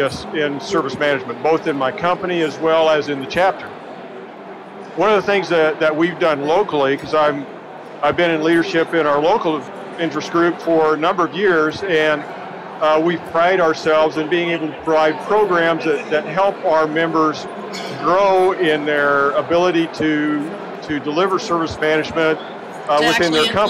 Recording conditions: busy venue